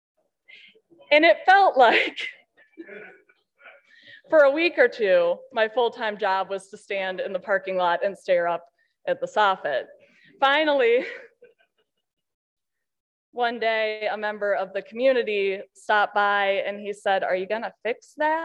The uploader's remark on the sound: During the 2022 Heartland Conference (UCC) Annual Gathering. In an Opening Worship Sermon.